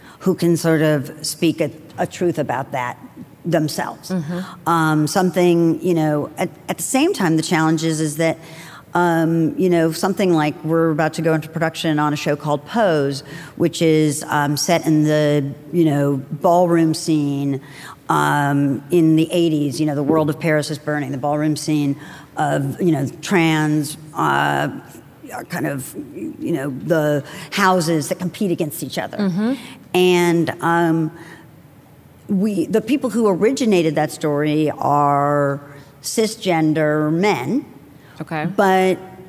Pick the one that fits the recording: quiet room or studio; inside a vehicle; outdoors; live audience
live audience